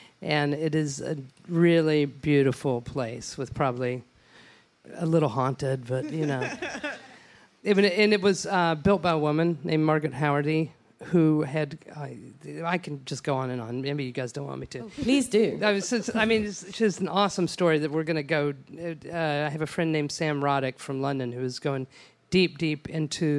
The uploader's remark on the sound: For a live podcast taping in Austin.